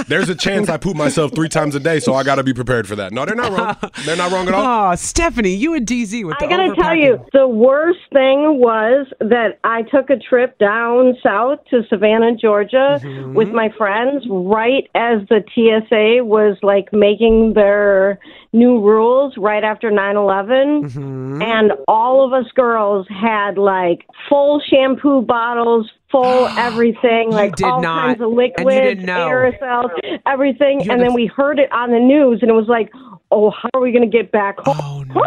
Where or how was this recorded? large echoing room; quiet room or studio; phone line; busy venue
phone line